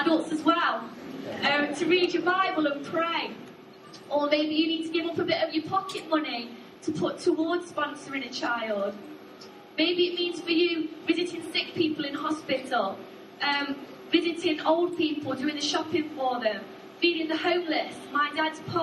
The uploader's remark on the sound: Arena Church Ilkeston